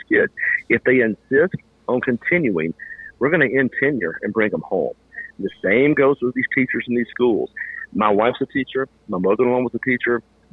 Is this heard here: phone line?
yes